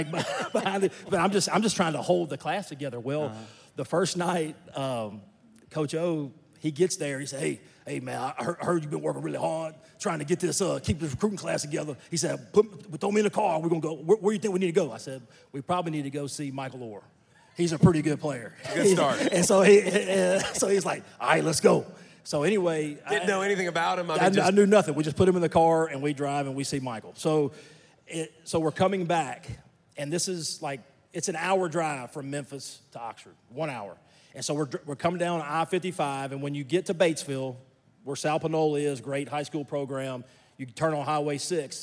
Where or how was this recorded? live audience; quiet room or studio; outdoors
live audience